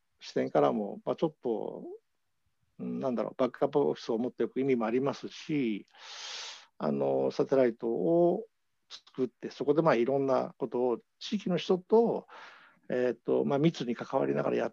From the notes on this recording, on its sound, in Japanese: 収録場所： オンライン (Zoom)。